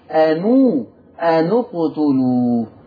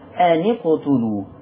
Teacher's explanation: ورش هيضم النون، بدل ما يقول أني ورش هيقول أنو